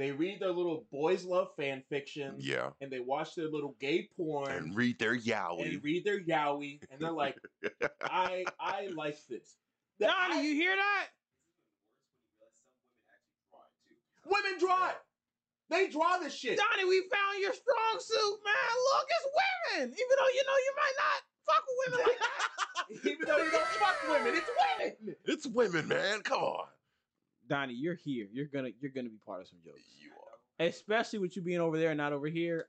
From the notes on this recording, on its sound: This Episode does have a slightly damaged audio file, so apologies in advance.